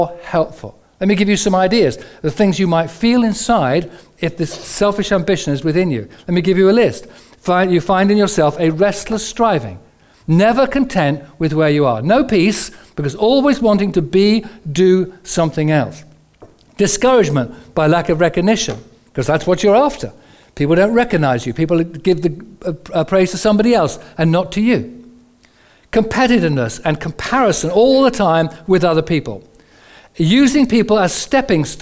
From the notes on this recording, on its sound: Recorded on 01/11/15 at our Moseley gatherings.